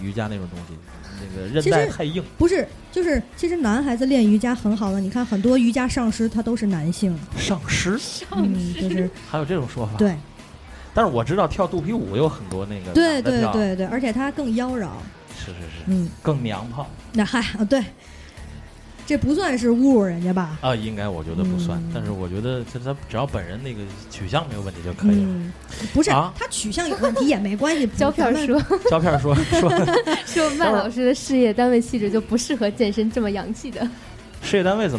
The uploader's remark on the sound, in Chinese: 在天津唐座酒吧第一次尝试现场直播的Live Show